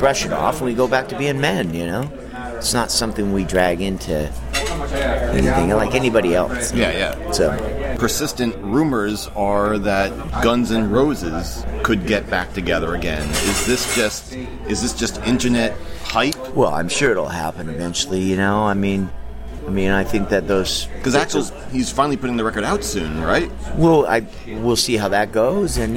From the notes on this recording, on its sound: During the recent summer NAMM show, MusicRadar sat down. In the crowded bar of his hotel.